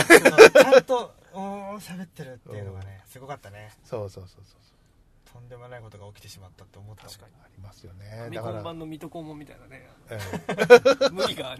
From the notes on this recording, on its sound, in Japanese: 南千住某セブンイレブンの駐車場スタジオで車中収録でした！